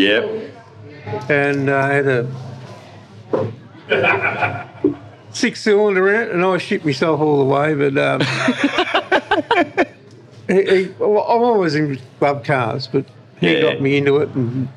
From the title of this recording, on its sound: LIVE.....from Chrome in the Goldfields!!